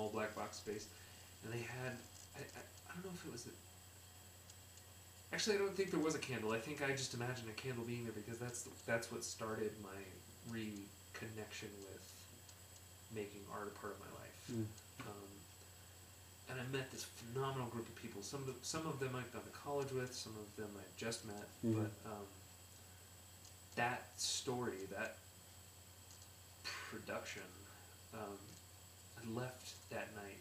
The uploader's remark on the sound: Technical difficulties can't stop The Ghost Lights Podcast!